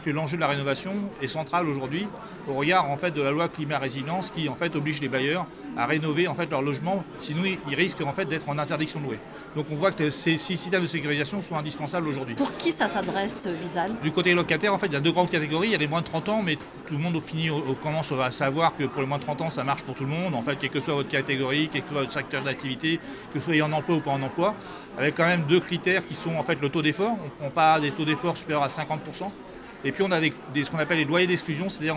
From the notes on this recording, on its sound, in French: Ce podcast a été enregistré à Immo, le congrès de la FNAIM à Paris les 4 et 5 décembre derniers.